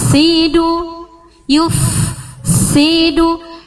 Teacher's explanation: Jadi sebelum mengucapkan huruf sin itu harus ada efek desisnya dulu